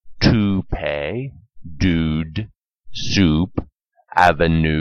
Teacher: Often, the long double O sound is used after the T, D, S, N, and L sounds.